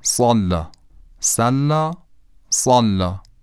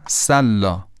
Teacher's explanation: هم سین صافیر داره هم صاد، یعنی هم سین صوت داره هم صاد. اون چیزی که تفاوت بین این دو رو ایجاد میکنه اینه که صاد درشت تلفظ میشه اما سین خیلی معمولی